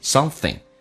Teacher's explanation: Something 这个单词,ing 形式一般说成 in 的形式,something,或甚至说成后鼻音 something。那么 something 会说的比较多一点，变成 it's not something I'm gonna give you.